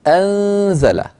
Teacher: النون عندما تخفى عند حرف الزاي في كلمة أنزل تكون مرققة، أنزى، ولا نقول أنزى، ما في داعي لهذا التغليظ والتفخيم للغنة، لأن النون مرققة والزاي التي بعدها مرققة، فمن أين جاء التفخيم؟ · Term: غنة المخفي